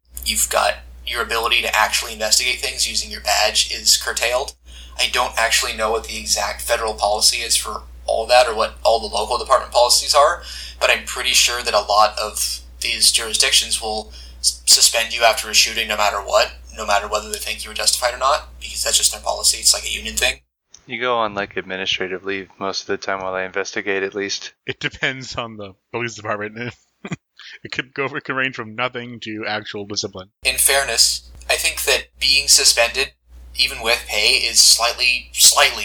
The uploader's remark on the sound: Sorry about the audio quality this week